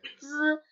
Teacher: 舌头尖与上门齿背后接触后才能发出的声母 · Term: 平舌音